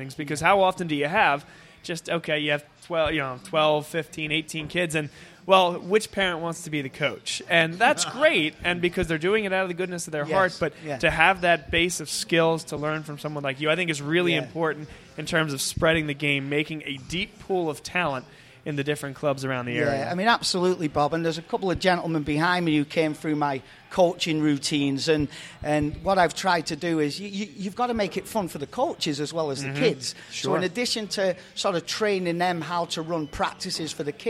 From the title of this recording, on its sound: Vuvu Soccer Show Live From Villa Capri